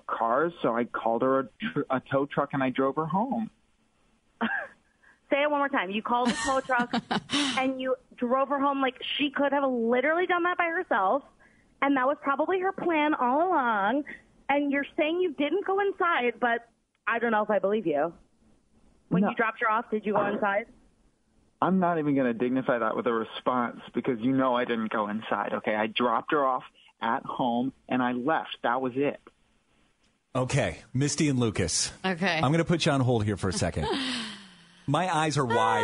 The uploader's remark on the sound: Thankfully there were listeners that called in to make her feel better.